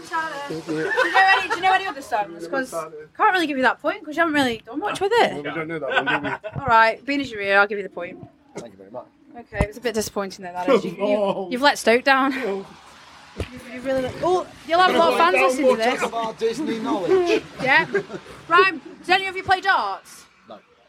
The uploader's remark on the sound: I travelled all the way to The Victoria Bikers Pub for Sav Fest. After a logistic nightmare we had to take refuge in the doorway of the venue which was the quietest place I could find to interview especially as it was torrential rain outside!